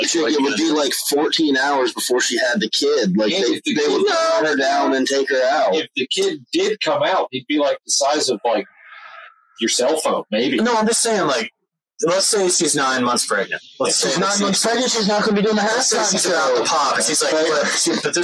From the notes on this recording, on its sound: Audio took a step back in this one.